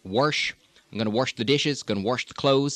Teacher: wash, getting that sort of R in it